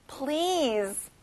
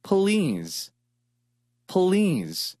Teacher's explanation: 긴 단어고요. 끝에 z 발음을 해보세요.